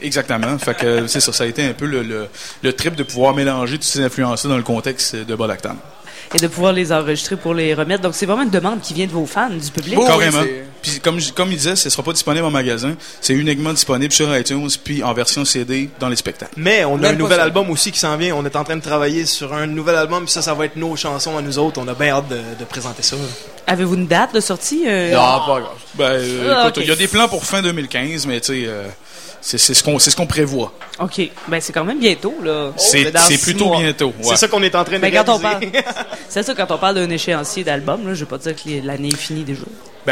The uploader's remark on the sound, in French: lors du Festival d'été de Québec, sur les ondes de CKRL 89,1 en direct du bar Le Sacrilège.